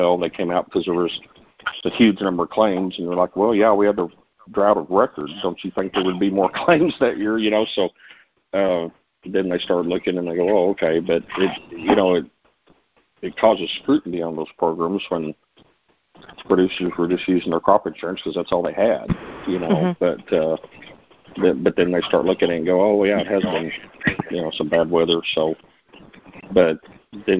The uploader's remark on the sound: March 2020 Conference Call On Texas Crop Insurance.